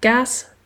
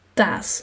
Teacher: Fronting houdt in dat je kindje een klankje dat normaal gezien achteraan in de mond wordt gezegd, zoals een K, nu plots van voor wordt uitgesproken · Shown in: second take · Dus fronting houdt in ehm, dat kindjes van kaas taas maken met een T, van die K naar een T, of van koe toe maken.